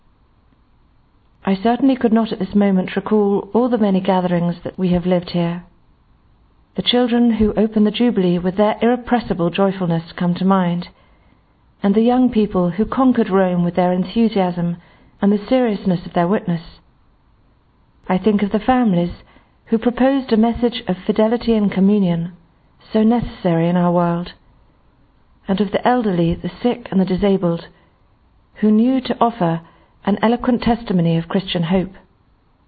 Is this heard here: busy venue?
no